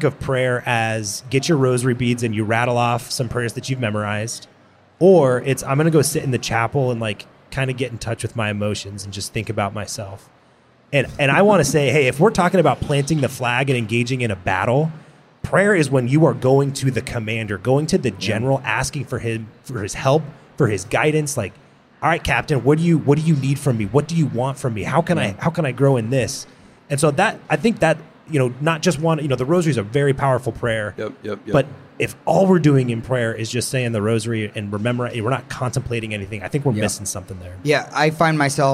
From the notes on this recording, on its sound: Man Catholic had the chance to record an episode live at SEEK23 in St.